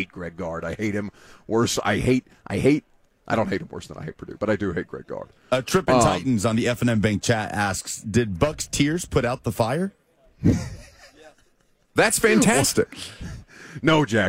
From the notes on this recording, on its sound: LIVE from the NFL Combine